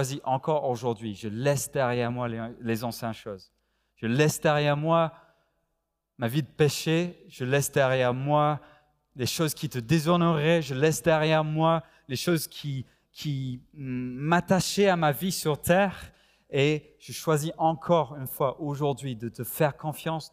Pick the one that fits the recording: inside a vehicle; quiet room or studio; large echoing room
large echoing room